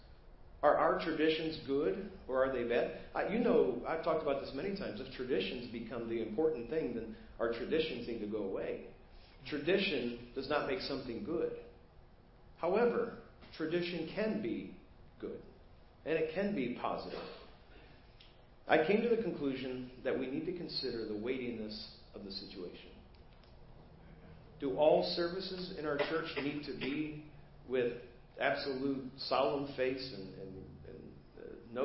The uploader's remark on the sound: Preached at First Baptist Church of Hazel Park.